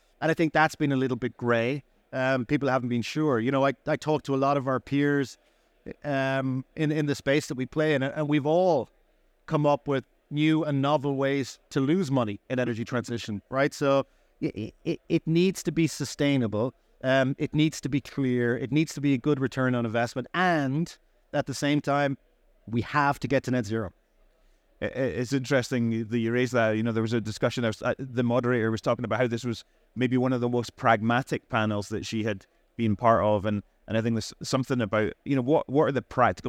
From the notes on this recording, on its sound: Recorded live at ADIPEC 2023